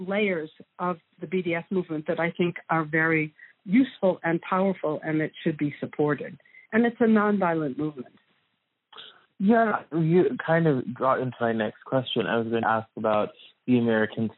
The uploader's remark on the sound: Please pardon the audio quality, this interview took place by phone.